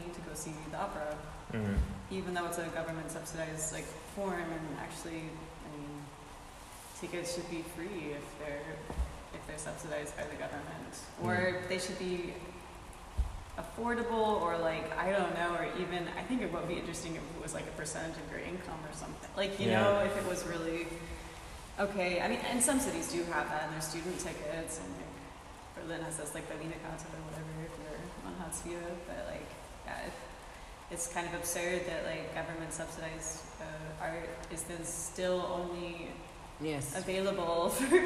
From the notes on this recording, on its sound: Sift through the field recordings, reverb, and background tram sounds to find your space!